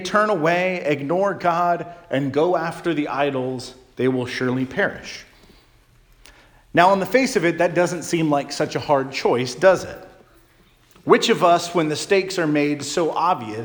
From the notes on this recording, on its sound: Charles Anglican Cathedral, Bremerton, WA.